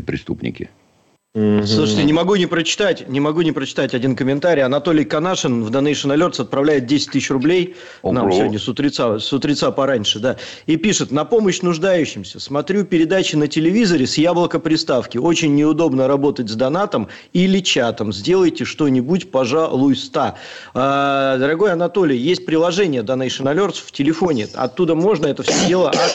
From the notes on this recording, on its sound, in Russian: По телефону.